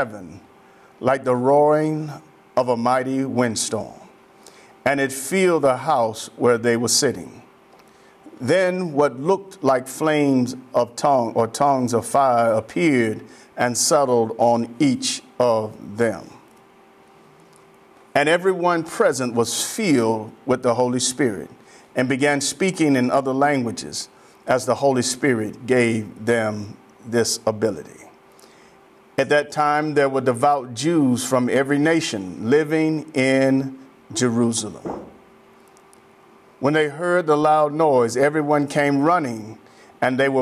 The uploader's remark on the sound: Sermon preached from Wesley AME Zion Church.